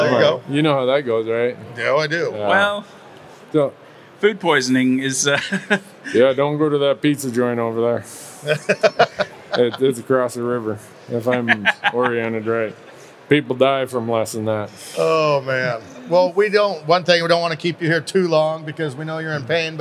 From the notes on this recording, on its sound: Recorded at the Pacific Northwest Sportsman Show.